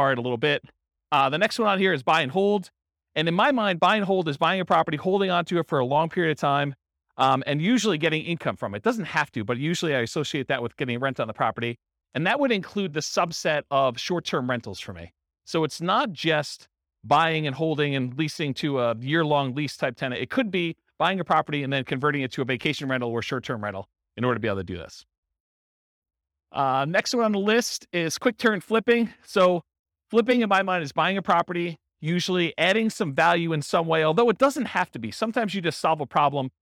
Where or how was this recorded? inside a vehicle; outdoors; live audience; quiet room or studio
live audience